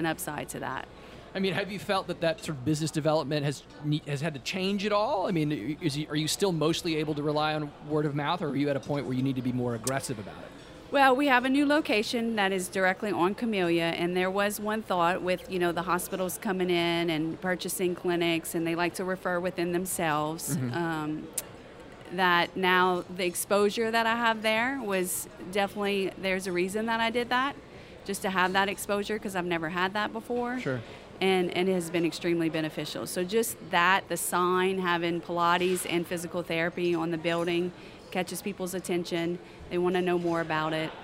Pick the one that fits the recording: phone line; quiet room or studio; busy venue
busy venue